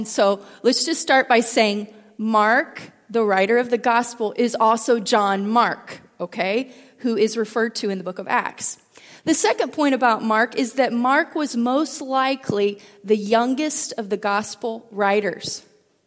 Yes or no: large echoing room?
yes